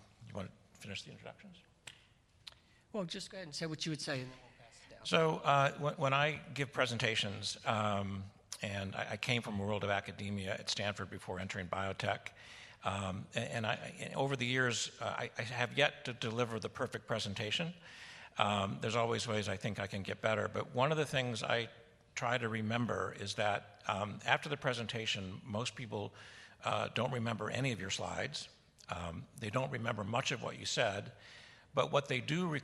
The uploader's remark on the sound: In this session, recorded at CMO Summit 2022, seasoned CMOs share their best practices.